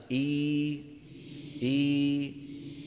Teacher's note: بفتح الفم واللسان بوضع الراحة. الياء تخرج بارتفاع وسط اللسان